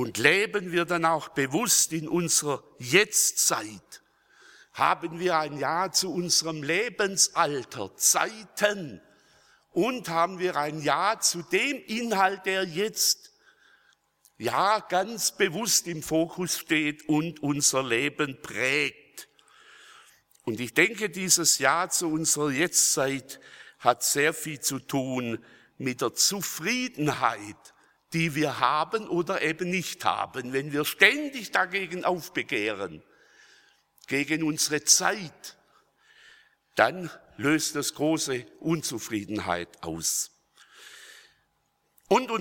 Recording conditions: large echoing room